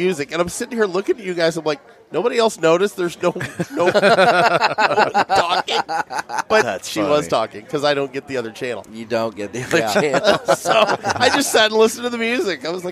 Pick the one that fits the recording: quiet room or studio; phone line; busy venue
busy venue